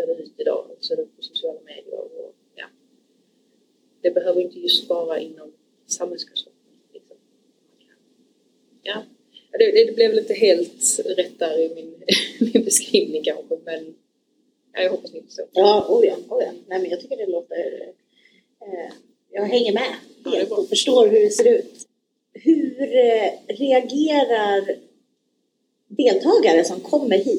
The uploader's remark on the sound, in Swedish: Vi ber om ursäkt för ljudkvalitén, vi lärde oss efter denna inspelningsdagen att man både ska sitta närmare mikrofonen och inte minst välja ett rum utan brus från ventilationen.